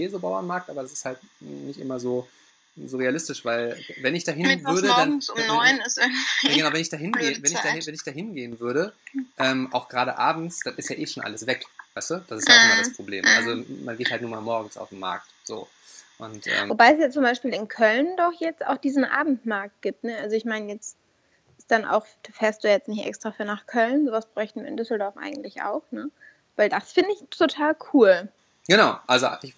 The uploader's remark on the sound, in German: Spricht via Skype mit. Die Tonprobleme bitten wir zu entschuldigen.